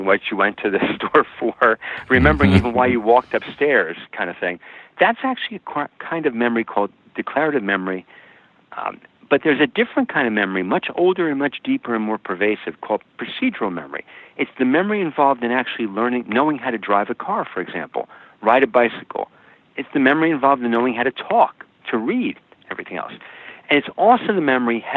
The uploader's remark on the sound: welcoming via internet phone to The Not Old Better Show